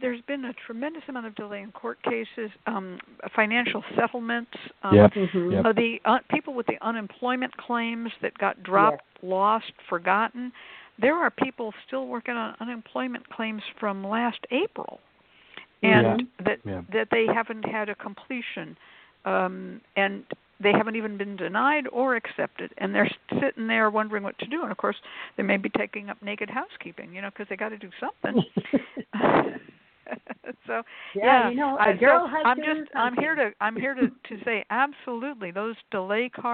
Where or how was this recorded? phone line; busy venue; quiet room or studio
phone line